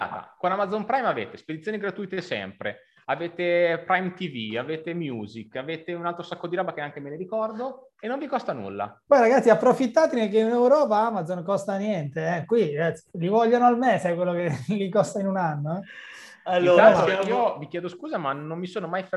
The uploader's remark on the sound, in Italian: La registrazione integrale del webinar Revenue Superstar